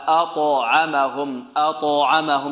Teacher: والطاء هنا ماذا؟ مفخمة مقلقلة